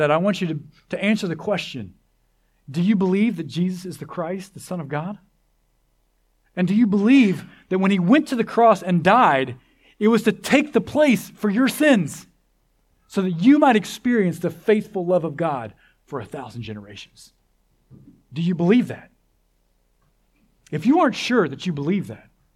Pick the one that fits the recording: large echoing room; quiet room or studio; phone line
large echoing room